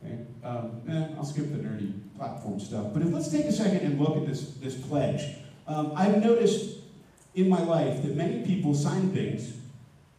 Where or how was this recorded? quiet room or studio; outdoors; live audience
live audience